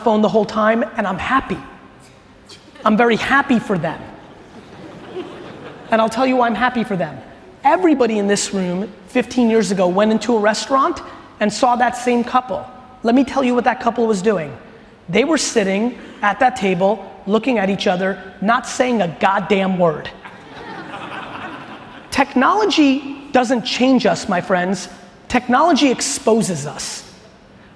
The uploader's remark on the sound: This was a fire keynote that I gave in Amsterdam a few weeks back to the Bookings.